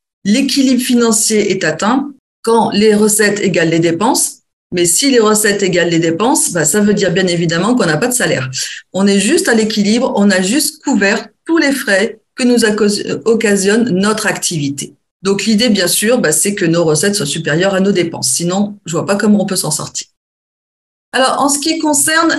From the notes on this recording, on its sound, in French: A donné cette conférence en ligne dans le cadre d’un webinaire.